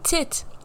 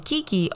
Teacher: The vowel sounds in each pairing have similar placements as well. Both the I in tit and the E in kiki are forward-placed vowels. This kind of makes them sound narrow and nasally again, which gives them another bit of an aggressive quality.